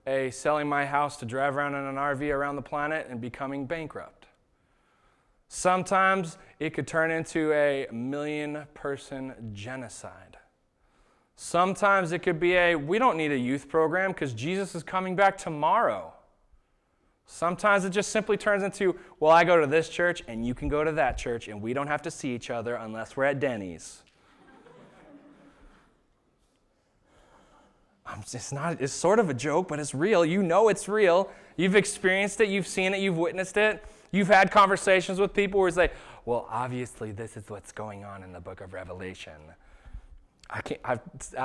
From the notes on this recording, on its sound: This was the sermon that was preached at Shelton Church of the Nazarene on September 22nd, 2019